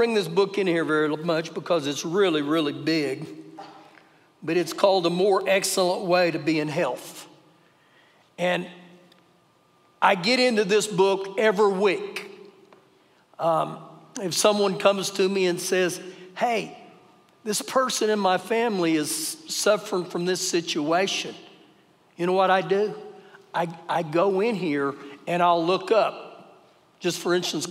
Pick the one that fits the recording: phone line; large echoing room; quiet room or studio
large echoing room